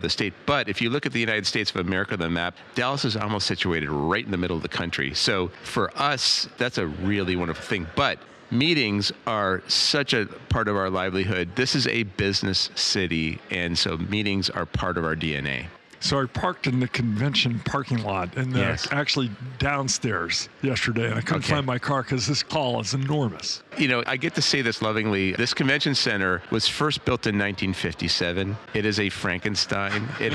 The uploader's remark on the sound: Live from Destinations International